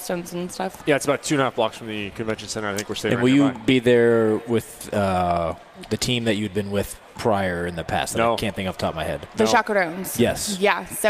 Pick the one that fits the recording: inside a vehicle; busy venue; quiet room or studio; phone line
busy venue